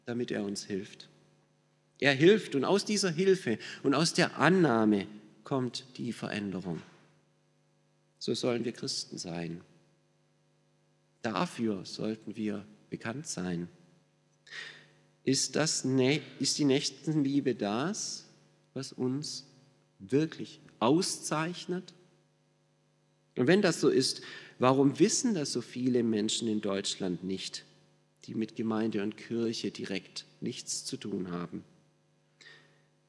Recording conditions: large echoing room